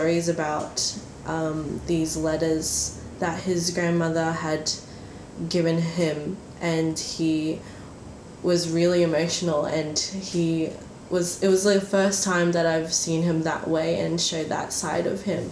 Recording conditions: sounds in the background